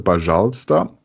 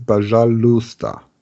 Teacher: man hört ja oft so Bajalsta, aber es ist wirklich dieses Bajalusta. Das U ist hörbar. · Shown in: second take